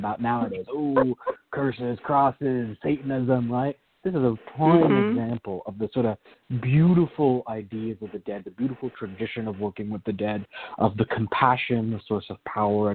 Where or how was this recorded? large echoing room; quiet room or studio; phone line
phone line